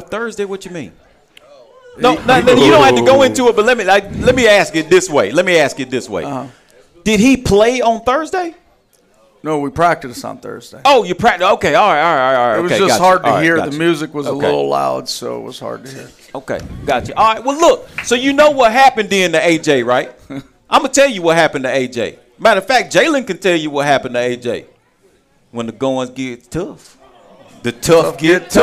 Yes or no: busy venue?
yes